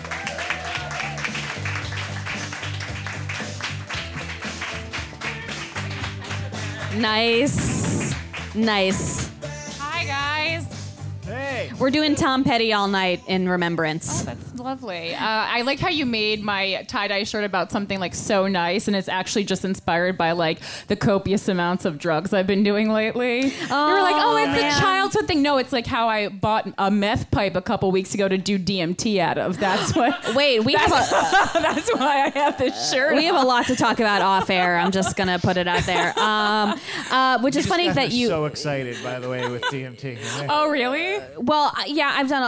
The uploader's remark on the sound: A special musical performance. Recorded live from the Q.E.D.: A Place to Show & Tell in Astoria, Queens, NY.